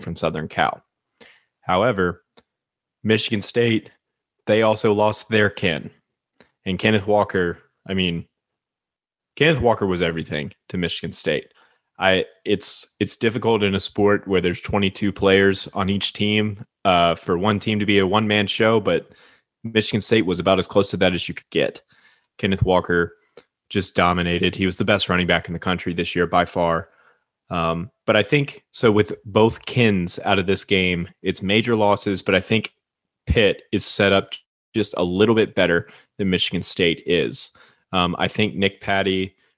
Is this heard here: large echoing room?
no